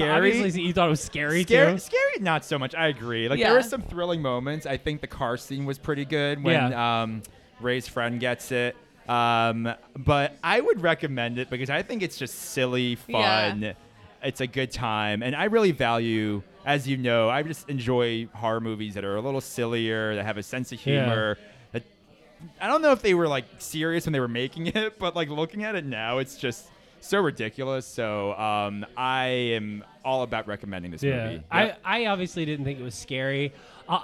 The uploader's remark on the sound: LIVE FROM MANATAWNY STILLWORKS ON EAST PASSYUNK AVE